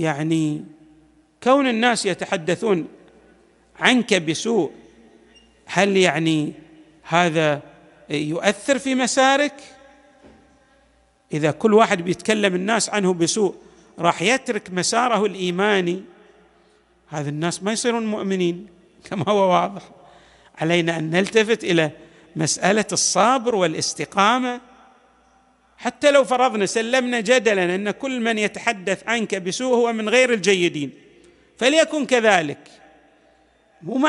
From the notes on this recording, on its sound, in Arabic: تسجيلات جامع الإمام علي عليه السلام